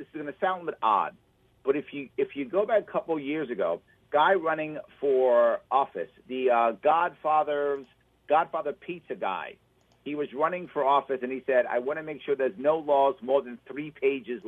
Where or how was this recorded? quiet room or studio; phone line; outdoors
phone line